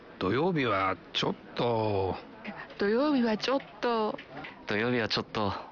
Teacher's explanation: en diminuant le ton de la voix pour dire ちょっと... on crée une nuance qui caractérise une certaine réticence